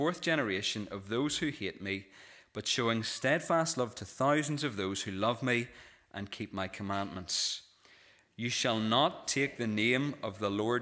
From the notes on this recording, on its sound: This is the recording of the Bible reading and sermon from our evening service on Sunday 26th November 2023.